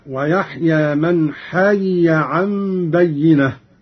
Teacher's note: قرأ قالون بفك الإدغام هكذا: ويحيى من حي عن بينة. ياء مكسورة ثم ياء مفتوحة